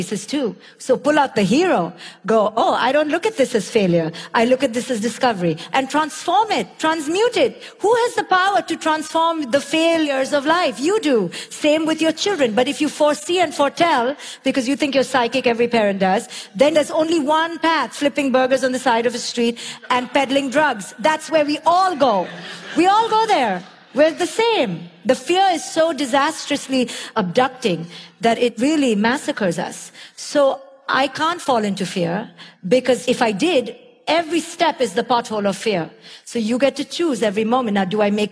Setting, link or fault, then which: setting, live audience